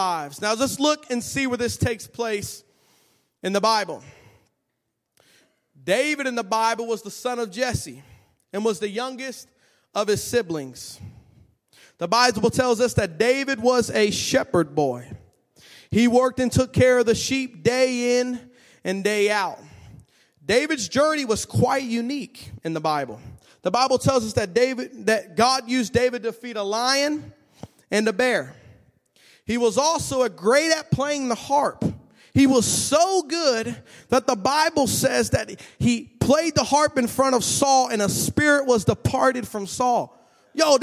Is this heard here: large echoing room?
yes